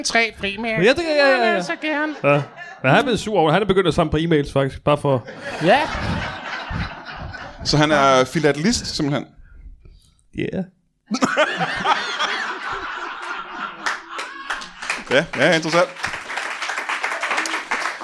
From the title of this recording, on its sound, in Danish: LIVE fra Kolding